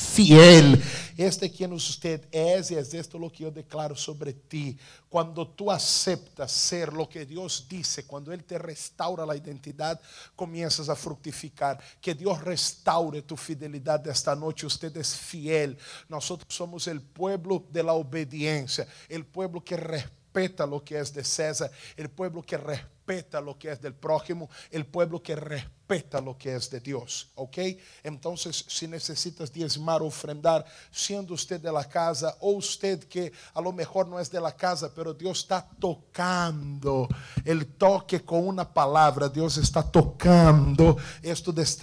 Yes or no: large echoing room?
yes